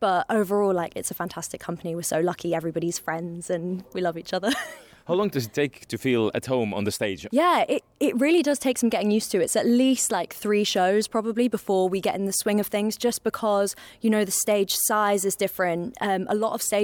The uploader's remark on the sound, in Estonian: Käisime mikrofoniga laval ja ajasime juttu ühega muusikali staaridest